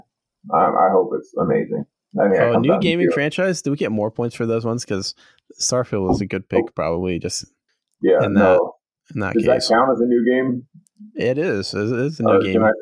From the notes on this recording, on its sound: Sorry about the audio quality, did realize there was any errors until the end and tried to salvage what we could.